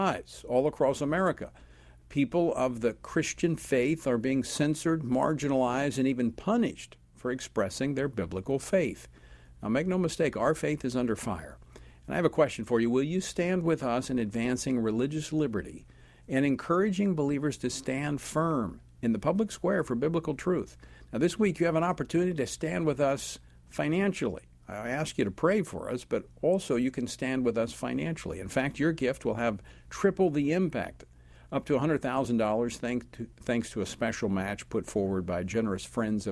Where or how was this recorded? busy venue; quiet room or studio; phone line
quiet room or studio